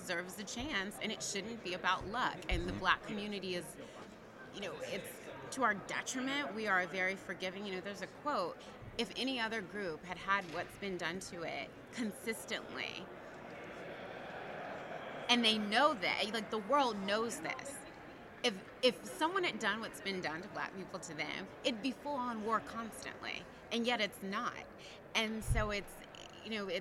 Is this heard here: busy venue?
yes